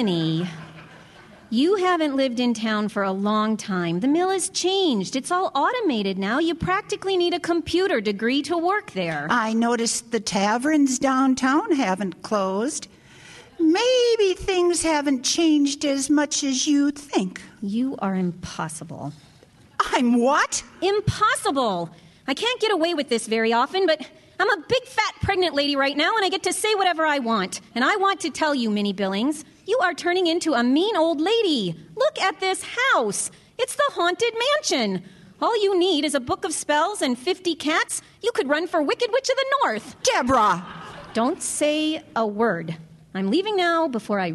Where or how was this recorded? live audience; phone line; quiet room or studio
live audience